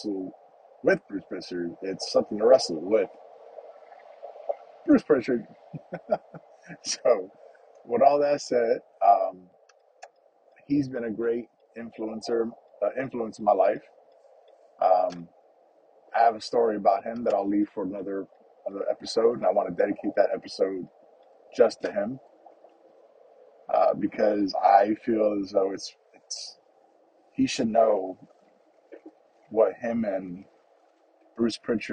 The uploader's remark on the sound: Just the morning’s drive to work and thoughts.